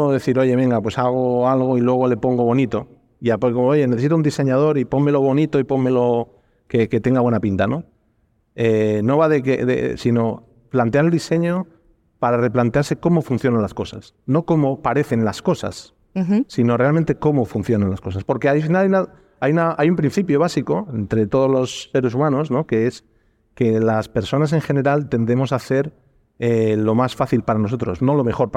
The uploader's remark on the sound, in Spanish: hemos grabado nuestro episodio 12+1 desde la Caja Mágica en Madrid